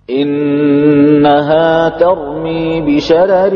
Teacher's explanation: يرقق أهل الأداء عن ورش الراء الأولى من قوله تعالى: إنها ترمي بشرر · Term: ترقيق